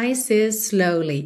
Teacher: E is termina em S. Slowly começa em S. Você faz um S só.